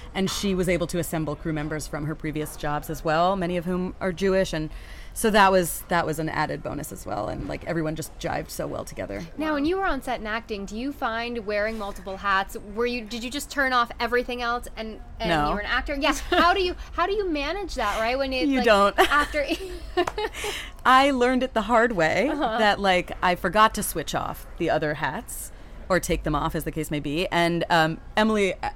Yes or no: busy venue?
yes